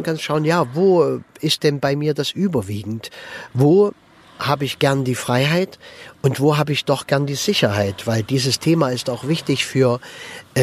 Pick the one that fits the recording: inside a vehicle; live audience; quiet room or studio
inside a vehicle